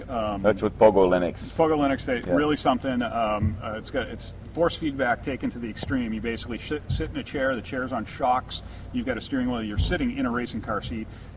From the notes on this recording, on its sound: All week we are airing the interviews that were recorded at the Linux Fest Northwest. At a picnic table outdoors.